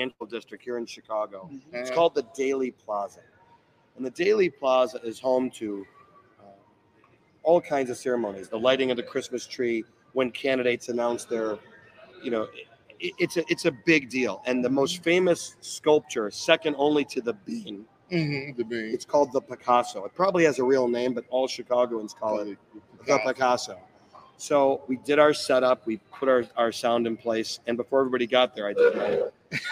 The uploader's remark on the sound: Live at Marquee Show 2023